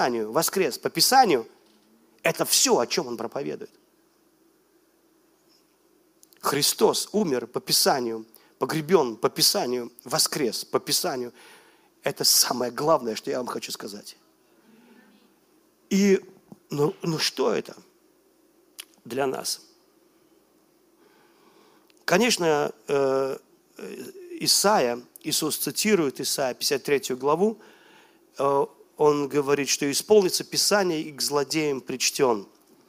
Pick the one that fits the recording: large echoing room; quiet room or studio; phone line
large echoing room